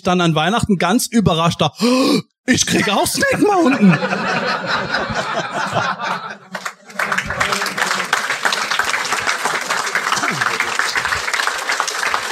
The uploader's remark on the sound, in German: LIVE auf der Grayskull Con 2023